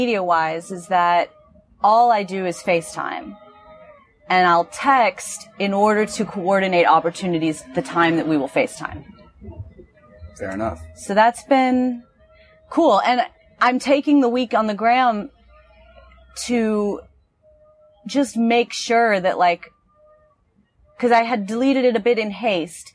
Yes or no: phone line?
no